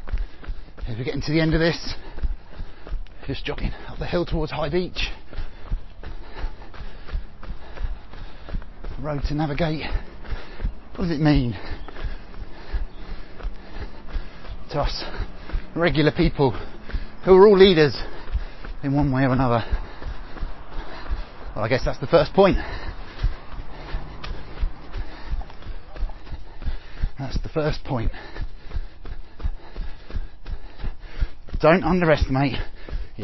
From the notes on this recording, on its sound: All recorded on the run.